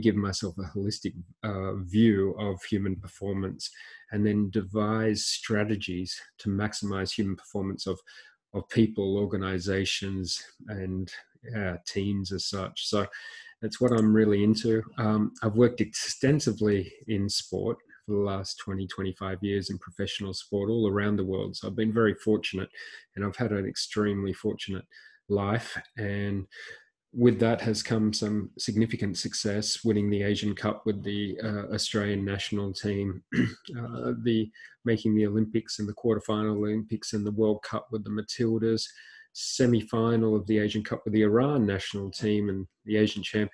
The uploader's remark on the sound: This is the audio from a recent webinar